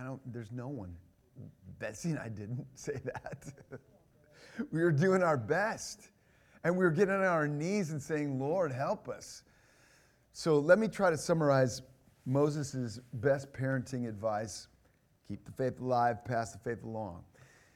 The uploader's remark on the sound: This is the first session of the God’s Gift Parenting conference